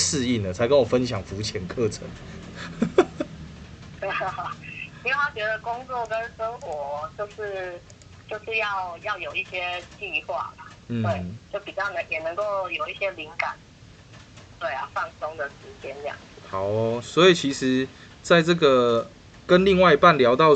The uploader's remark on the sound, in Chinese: 本集因為是採取語音通話錄製的形式，所以在收音的部分與面對面錄製有所差異。本集裡面有出現的雨聲不是背景音樂，是真的下雨了，偶爾的一些摩托車聲、鍵盤聲(主持人手殘)都是可以理解的。